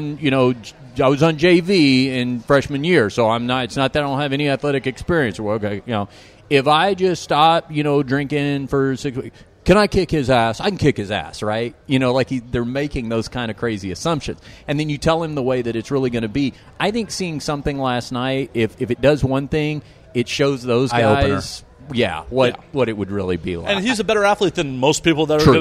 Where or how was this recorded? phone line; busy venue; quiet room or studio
busy venue